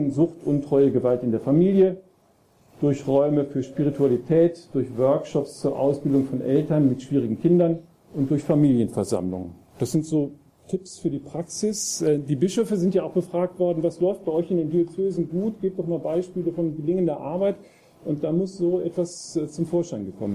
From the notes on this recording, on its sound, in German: Vortragsmitschnitten vom diesjährigen Kongress "Freude am Glauben" und vom "Forum Altötting"